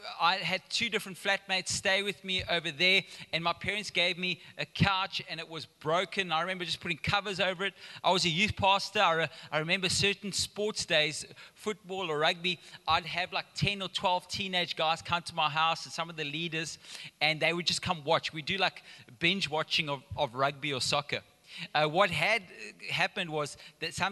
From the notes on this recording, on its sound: Recorded live on Sunday the 18th September 2022